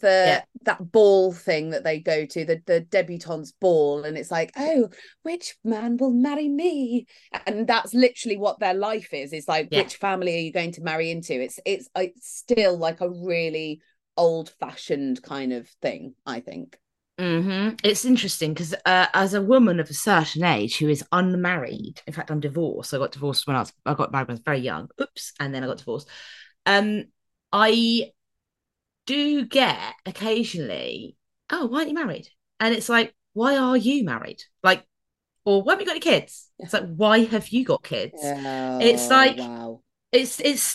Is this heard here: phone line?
no